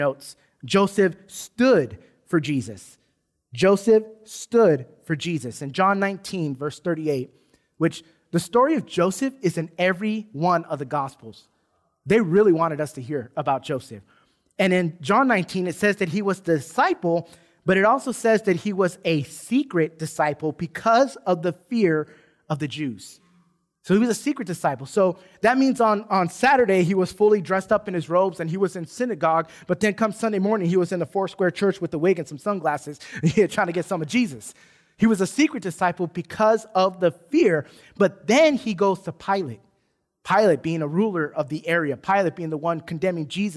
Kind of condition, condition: setting, large echoing room